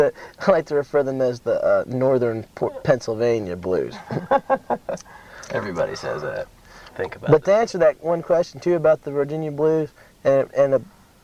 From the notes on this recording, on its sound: It was recorded at Trail Days on May 13, 1995 in Damascus, Virginia. The interview was done in a car and with a small handheld mic and cassette tape recorder. Don’t expect high fidelity in this recording.